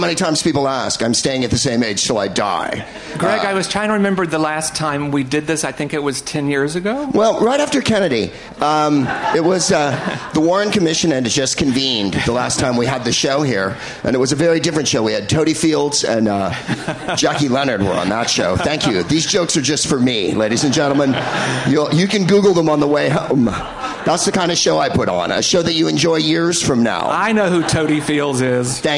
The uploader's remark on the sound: Live from Joe's Pub in New York City